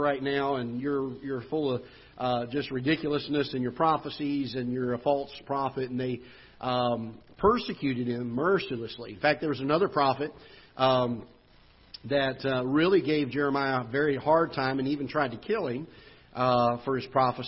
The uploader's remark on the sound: Ketha Heights Baptist Church ~ Live Broadcast